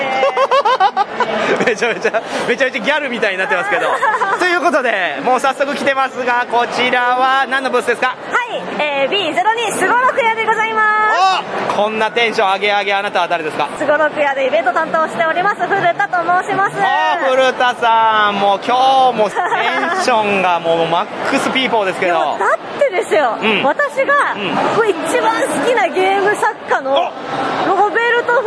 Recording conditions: background noise